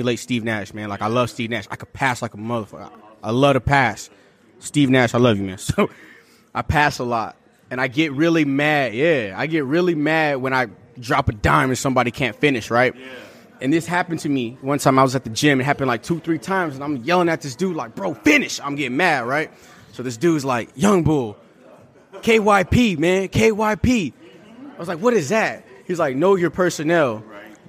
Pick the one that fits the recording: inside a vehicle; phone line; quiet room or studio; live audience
live audience